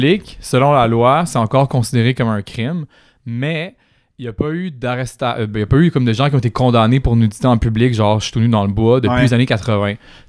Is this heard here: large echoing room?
no